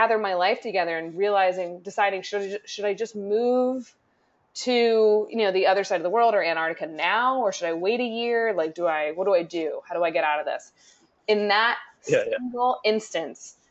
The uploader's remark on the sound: On the Road. We realize the audio is bad, it was a test.